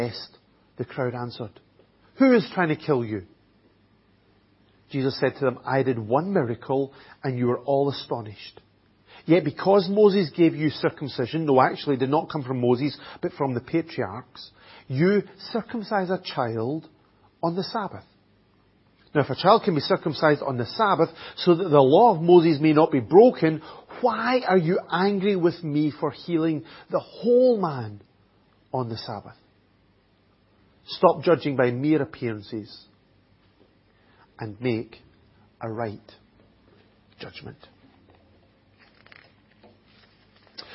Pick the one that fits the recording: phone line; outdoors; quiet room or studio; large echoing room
large echoing room